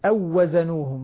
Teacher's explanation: انتبه انتبه للإدغام الواو في الواو بدون مد بدون غنة